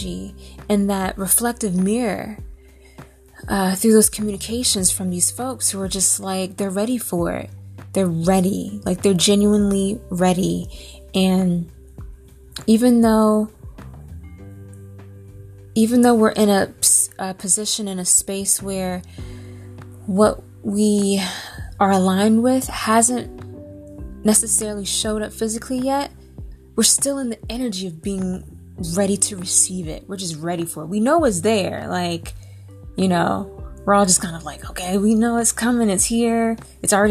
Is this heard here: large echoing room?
no